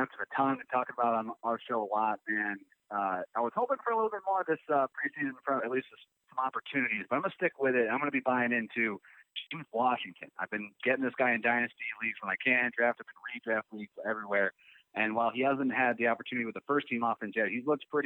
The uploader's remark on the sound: Some were able to call in and we even had a couple leave us a voicemail.